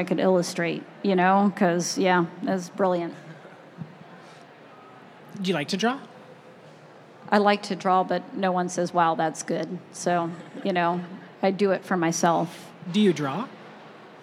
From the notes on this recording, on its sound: live in front of a group of librarians at the American Library Association's Annual Conference